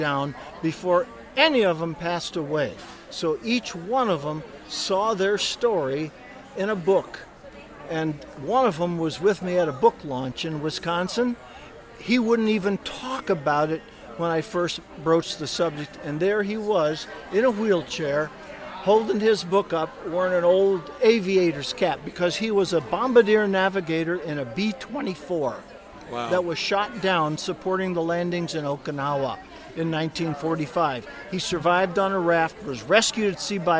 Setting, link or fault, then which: setting, busy venue